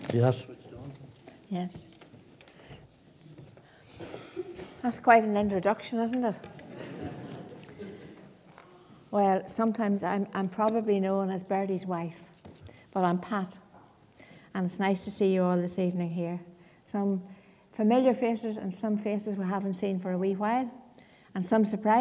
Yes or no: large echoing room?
yes